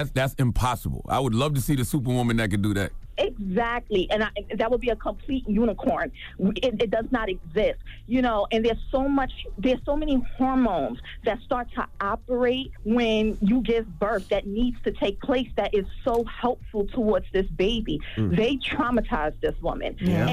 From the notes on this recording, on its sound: we had to open up the phone lines